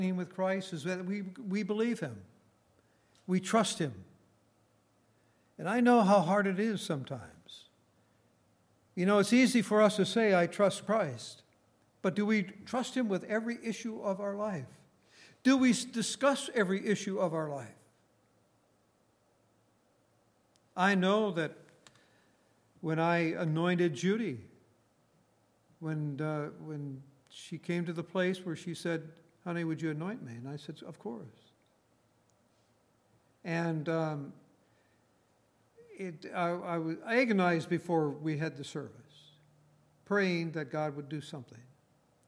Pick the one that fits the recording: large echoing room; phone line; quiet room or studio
large echoing room